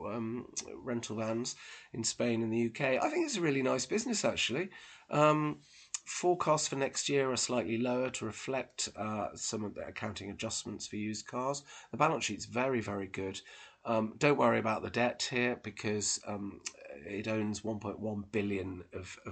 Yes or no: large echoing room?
no